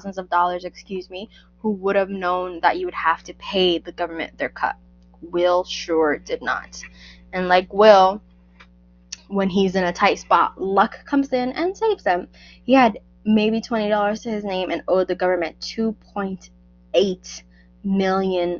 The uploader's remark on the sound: I ONLY NOTICED AFTER UPLOADING, THAT MY MIC WAS HAVING ISSUES. I'M CHANGING THE MIC AS WE SPEAK.